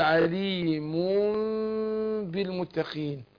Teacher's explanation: برضو هنا عليم بالمتقين، هنا في إقلاب الميم اللي فوق، الميم دي ميم إقلاب بتاعت الإيه، هي أصلا عليم نون التنوين ديت جه بعدها باء، فالنون الساكنة لما بيجي بعدها باء بيحصل إيه؟ تقلب ميم، فبننطق بيه مخفاه، اقول عليم بالمتقين.